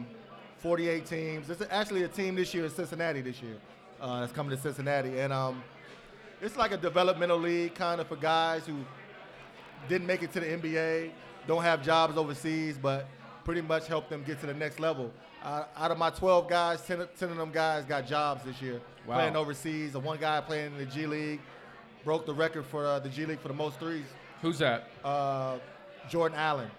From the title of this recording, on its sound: LIVE at Mio’s